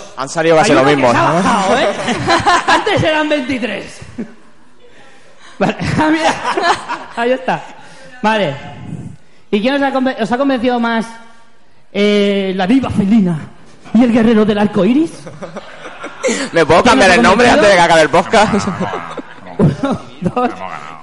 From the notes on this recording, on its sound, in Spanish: Directo JPOD 2016 Málaga. En directo desde las JPOD 2016 de Málaga.